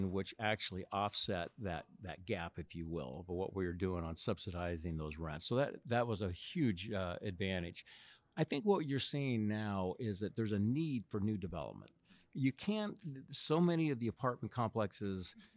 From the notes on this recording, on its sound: Live from the Freddie Mac Multifamily Optigo 2019 conference!